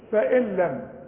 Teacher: كل نون بعدها لام كانها غير موجودة · Term: بدون غنى